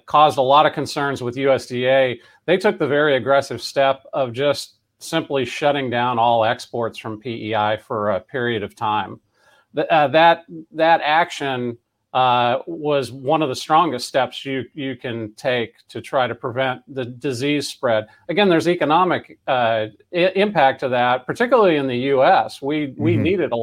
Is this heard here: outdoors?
no